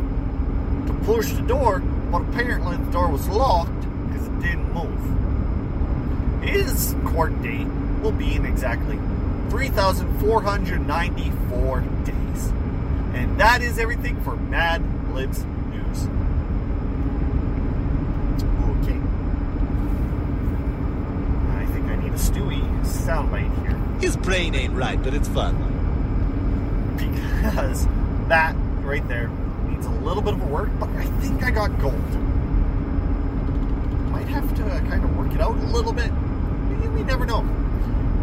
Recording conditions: background noise